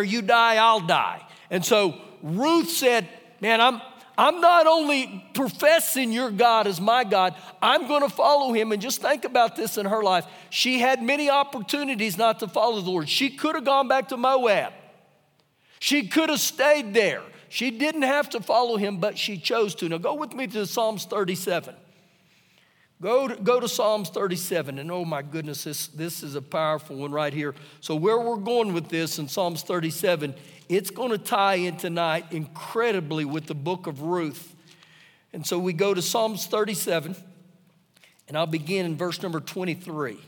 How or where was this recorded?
live audience